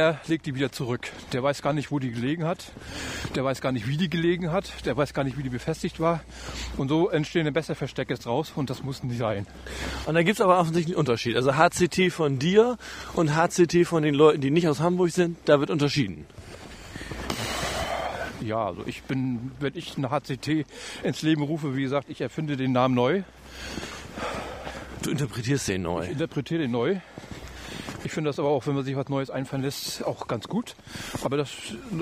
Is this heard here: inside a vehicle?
yes